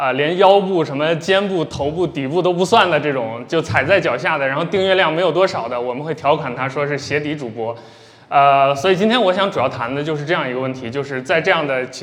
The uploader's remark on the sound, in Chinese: 本期节目来自「南波湾」深圳线下播客活动的录音